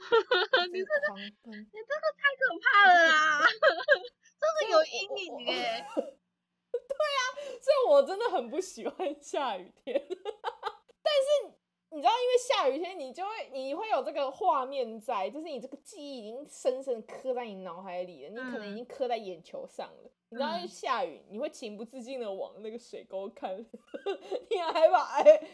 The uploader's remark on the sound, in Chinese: 笑聲猖狂請小心音量。超多去不掉的雜音。採用遠距錄音。努力改善音質問題中。